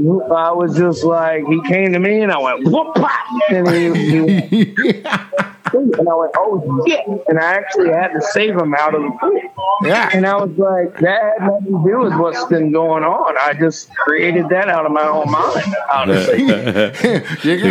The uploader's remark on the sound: Doing this interview over the phone. While he is at the bar!